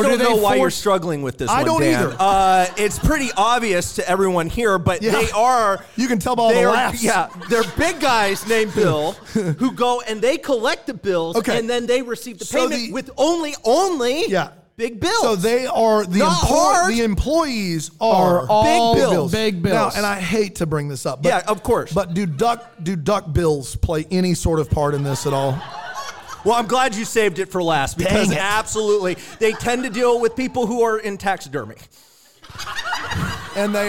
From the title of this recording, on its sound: LIVE from Greenville, SC